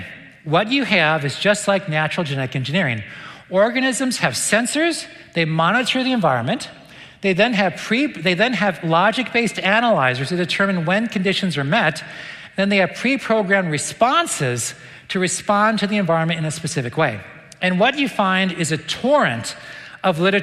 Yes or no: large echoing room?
yes